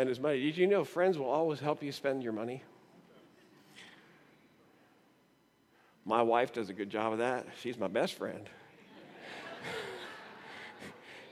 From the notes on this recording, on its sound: This is a recording of our 9:00am Service from July 30, 2017.